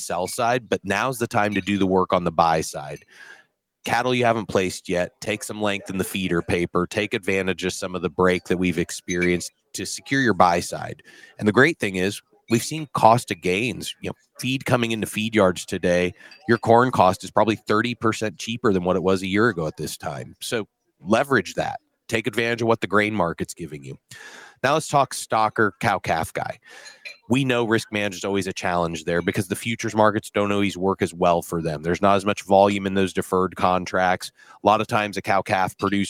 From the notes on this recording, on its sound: we broadcast live from the NAFB Convention in Kansas City